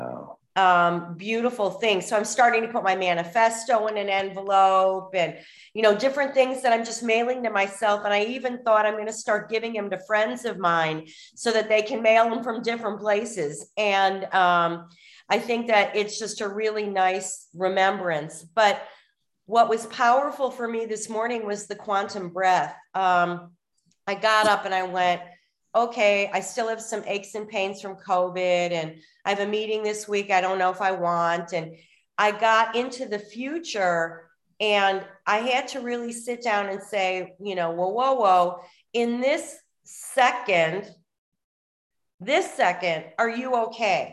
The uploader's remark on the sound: Zoom Call